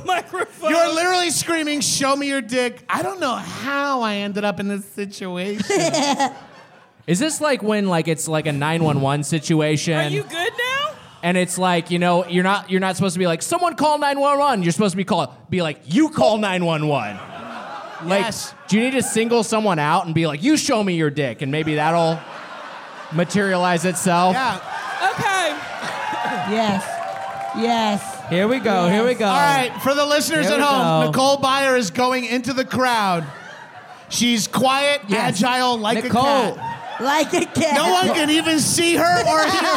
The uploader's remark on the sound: It is our fourth year in a row, recorded live at UCB Sunset.